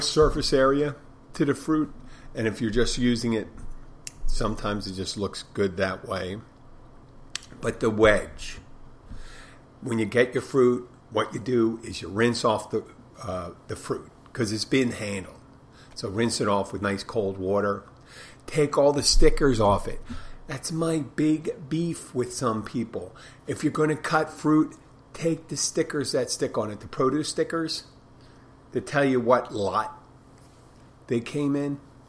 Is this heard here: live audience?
no